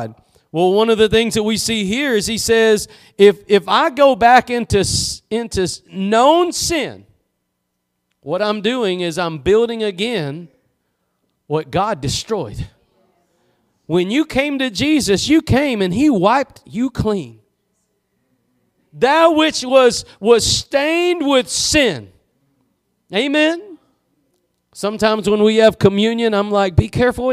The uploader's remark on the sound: Preached at Gospel Lighthouse in Bossier City, La.